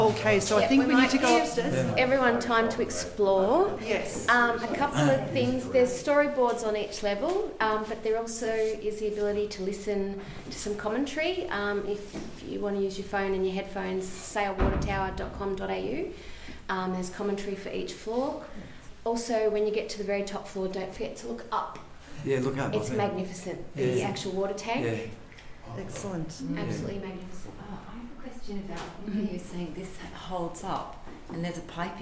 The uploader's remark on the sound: Melbourne newCardigan cardiParty Recorded Live. Our November Melbourne cardiParty was a wonderful day trip to Sale, with a trip to the historical Sale Water Tower (designed by John Grainger), lunch at an impeccably restored pub called the Criterion (built circa 1865) and finally a river cruise to check out the swing bridge.